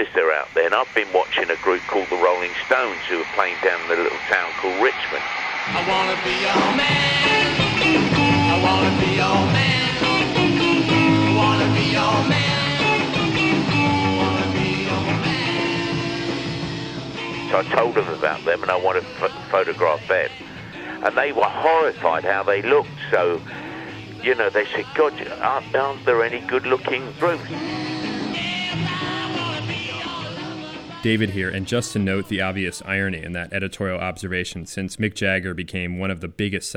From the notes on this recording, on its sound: Via telephone. Digital recorder.